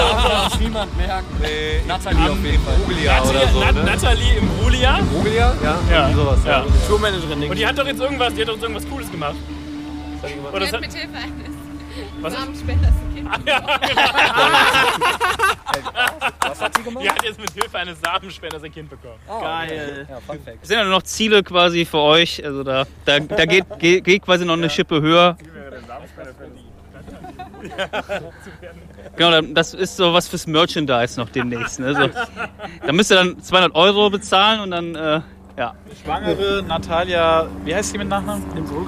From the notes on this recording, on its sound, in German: beim Green Juice Festival abgegriffen